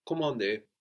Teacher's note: the N here that we have at the end of the syllable is kind of silent